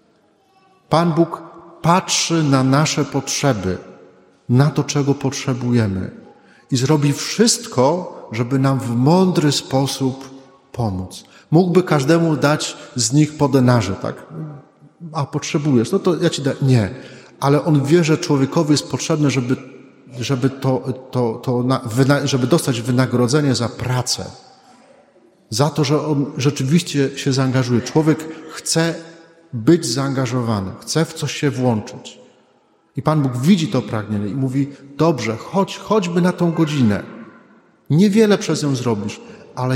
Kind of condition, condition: setting, large echoing room